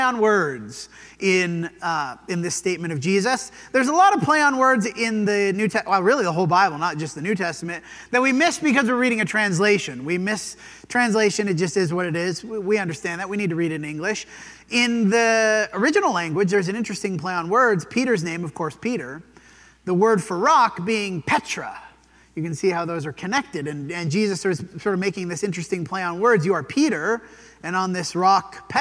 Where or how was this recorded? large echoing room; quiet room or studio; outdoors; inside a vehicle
large echoing room